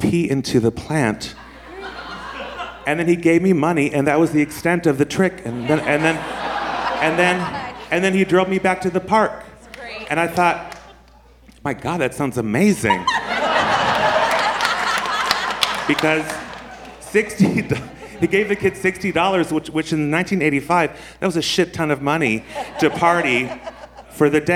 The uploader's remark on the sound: This was recorded at our San Francisco Sketchfest show of January 27, 2017.